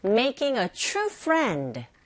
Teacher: 강세는 making true friend에 있다는 거 아시죠?